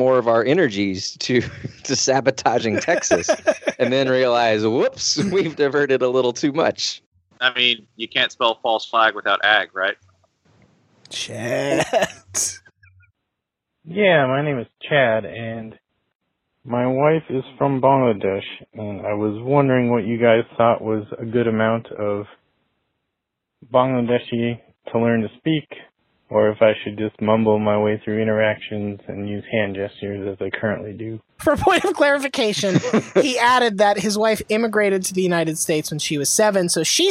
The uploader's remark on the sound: got to call in and serve as the exclusive VIP inquisitors for your usual three hosts AND three unexpected guests